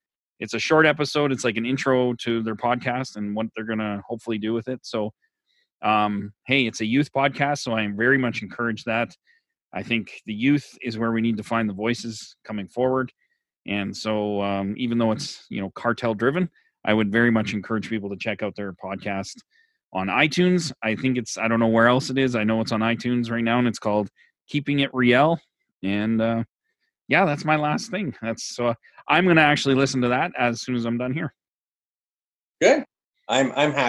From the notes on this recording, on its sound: In our first ever zoom podcast